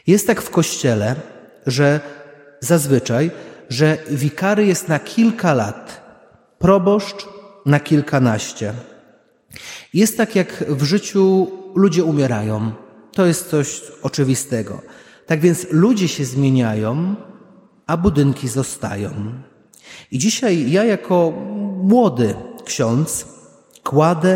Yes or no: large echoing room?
yes